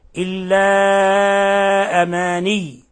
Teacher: فإذا نلتزم توسيط المد المنفصل عملا بالرواية